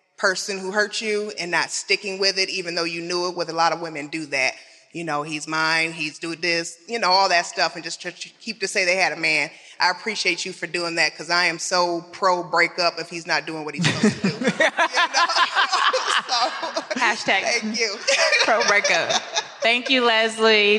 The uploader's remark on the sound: LIVE from Atlanta